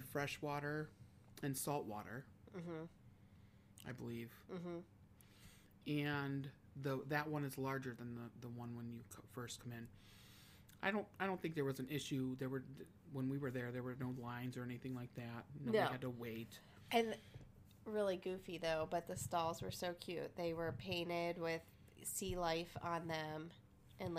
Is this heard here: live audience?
no